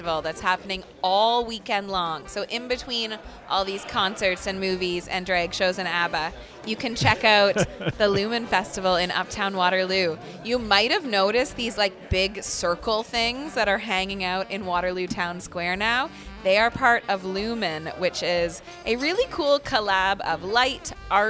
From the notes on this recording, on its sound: Live from AOK craft beer bar and arcade in downtown Kitchener.